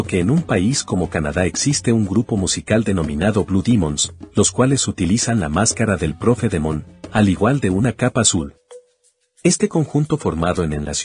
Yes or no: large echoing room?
no